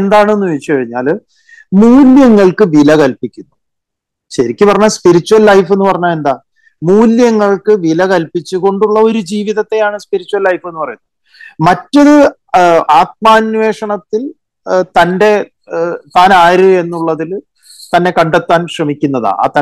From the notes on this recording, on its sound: I had a long Zoom call